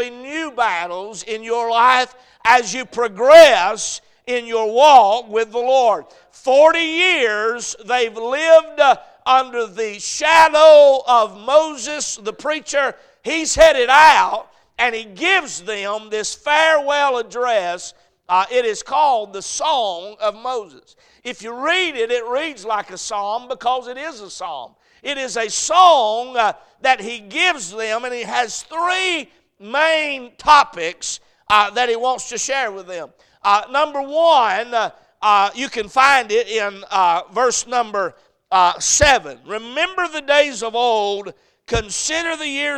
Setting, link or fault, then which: setting, large echoing room